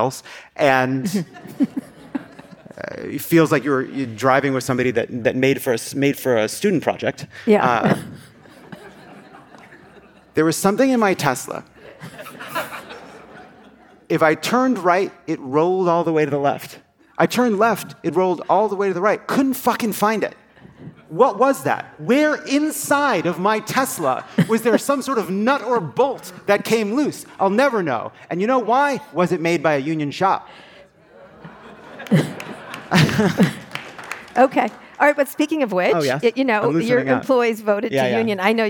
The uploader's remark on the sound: This conversation was taped live at the Code Conference on September 28, 2023.